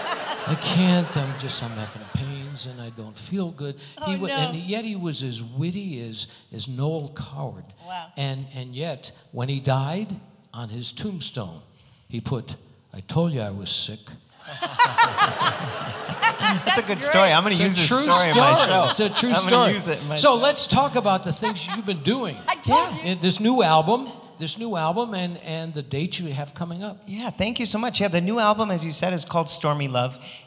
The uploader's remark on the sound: Live at the South Point Casino